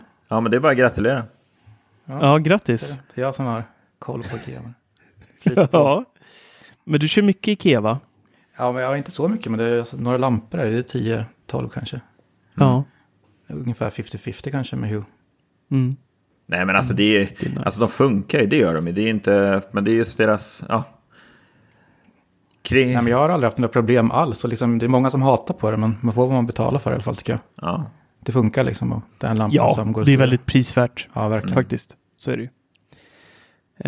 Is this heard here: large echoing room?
no